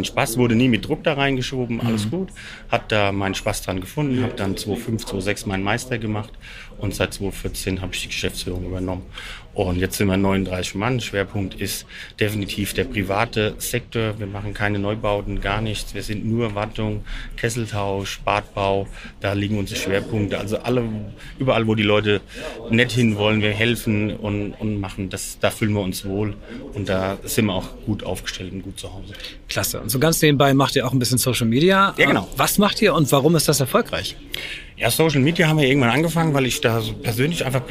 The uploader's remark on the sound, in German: Live vor Ort beim Viessmann Influencer Tag